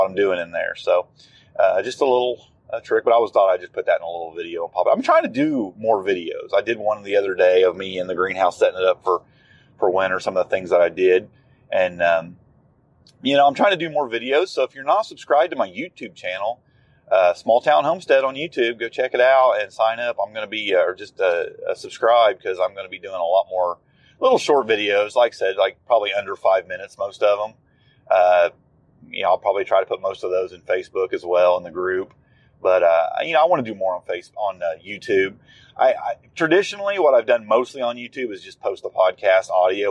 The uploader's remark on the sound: Just Chewin’ The Fat While Driving.